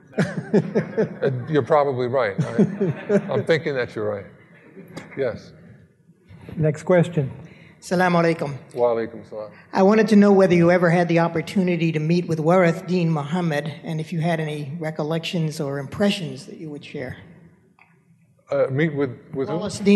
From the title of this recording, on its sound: Live at Mason